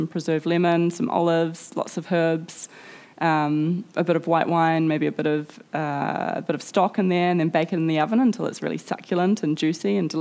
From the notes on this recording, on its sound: at The Treehouse at Cloudy Bay at the 2019 Marlborough Book Festival